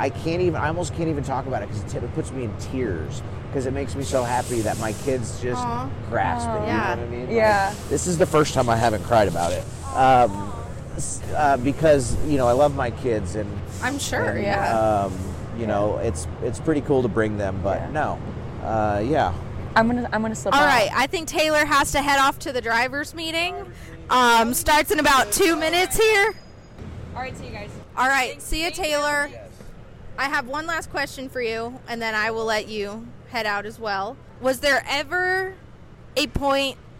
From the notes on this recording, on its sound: live from the Chili Bowl Nationals in Tulsa, Okla.